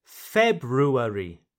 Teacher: Notice how I put the accent, the emphasis on the first syllable.